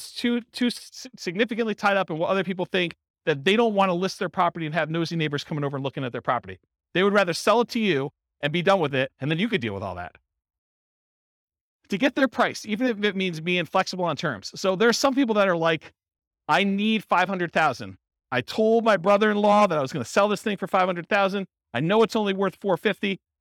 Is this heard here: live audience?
yes